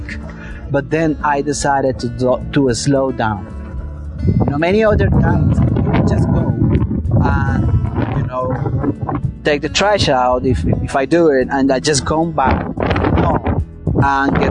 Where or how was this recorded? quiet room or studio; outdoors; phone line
outdoors